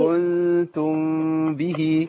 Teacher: عندي الإخفاء الميم في الباء